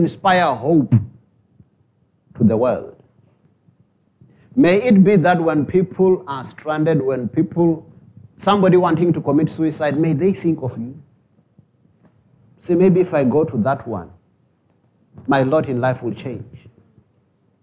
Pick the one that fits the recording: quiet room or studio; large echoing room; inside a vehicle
large echoing room